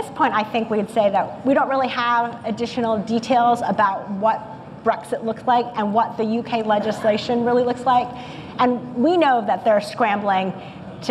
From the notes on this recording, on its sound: This live episode of the Global Medical Device Podcast was recorded at the Greenlight Guru True Quality Roadshow in Houston